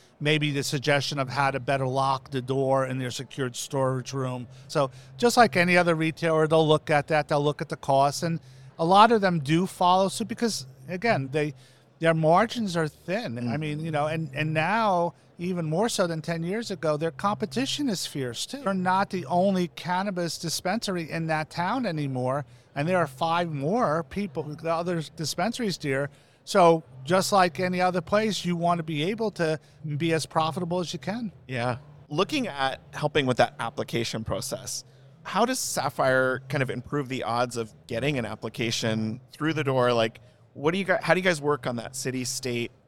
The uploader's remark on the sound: Live from MjBizCon 2022!